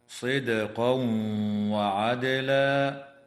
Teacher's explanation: ويدغم التنوين في الواو مع الغنة في قوله تعالى صدقا وعدلا